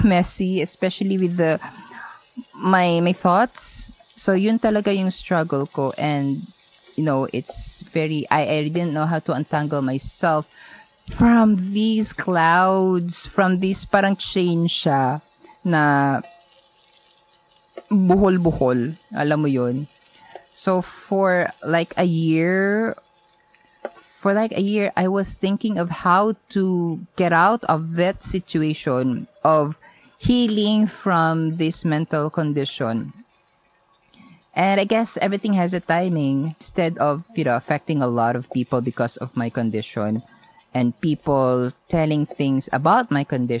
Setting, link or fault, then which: fault, sounds in the background